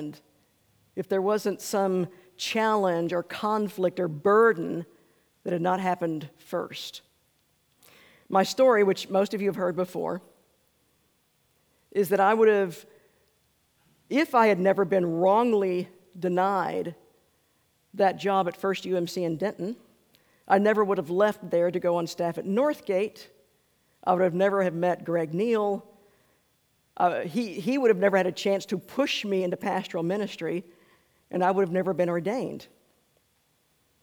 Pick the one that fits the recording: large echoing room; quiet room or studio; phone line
large echoing room